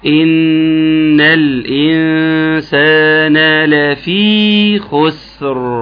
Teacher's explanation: واحاول اظهر الراء الاخيره ايضا بتاعه خسر المفخمه الساكنه اللي هتقابلني في نهاية الكلمة.